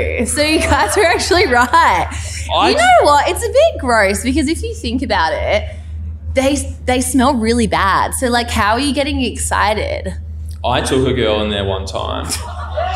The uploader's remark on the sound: LIVE FROM SPLENDOUR IN THE GRASS!